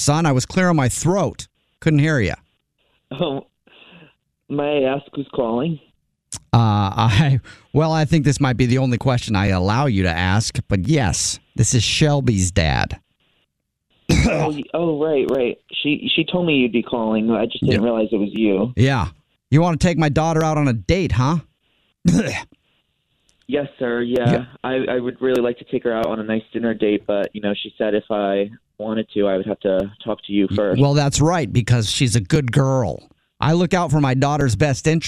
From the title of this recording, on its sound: Phone Prank